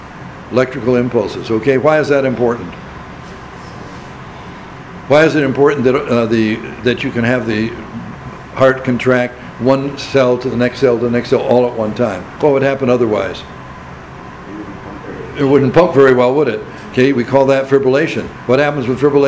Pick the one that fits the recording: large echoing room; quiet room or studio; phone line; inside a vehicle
large echoing room